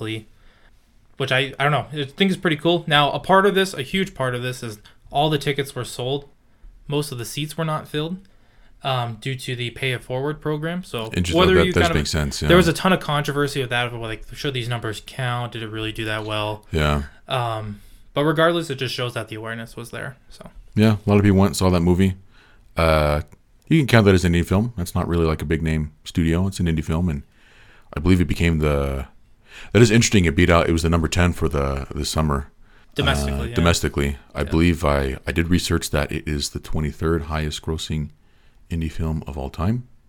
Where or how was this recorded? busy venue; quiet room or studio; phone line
quiet room or studio